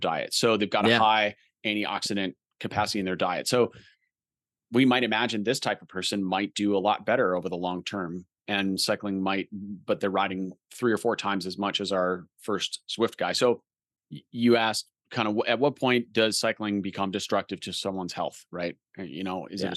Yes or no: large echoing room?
no